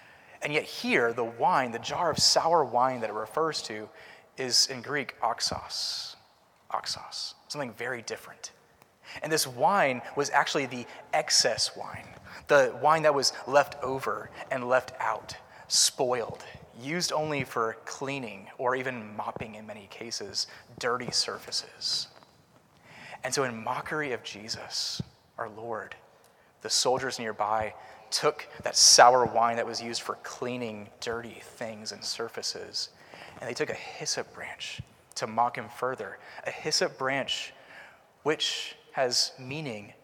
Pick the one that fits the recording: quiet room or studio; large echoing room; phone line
large echoing room